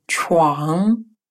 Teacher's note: финале, которое произносится как сочетание русских звуков уан, только звук н носовой уан. Кровать чуан.